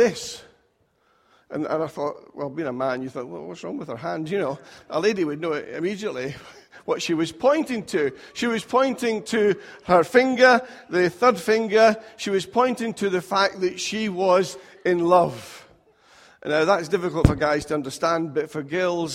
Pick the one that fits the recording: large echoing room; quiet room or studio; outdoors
large echoing room